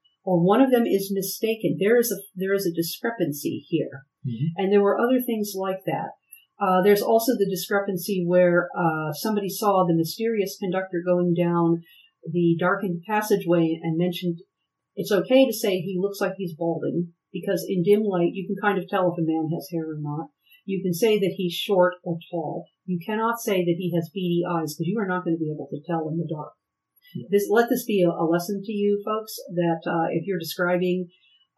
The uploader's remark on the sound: The sound is a bit rough, but future episodes are better, honest!